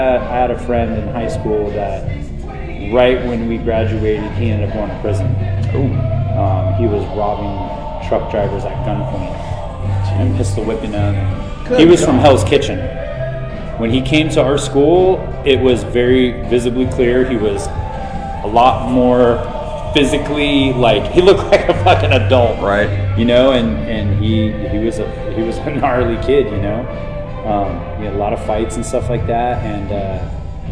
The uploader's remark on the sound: The sound is not as good as usual, as the phone picked up all the background noise.